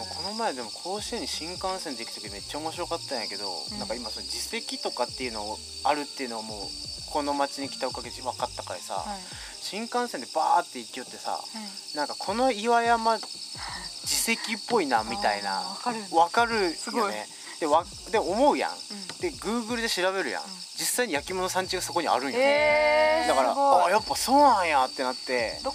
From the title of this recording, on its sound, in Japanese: Made in ARITA でデイキャンプ！〜当日編〜